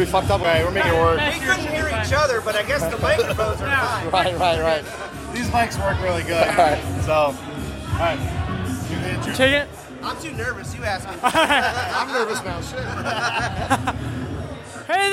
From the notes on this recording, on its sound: Live From XICW 201.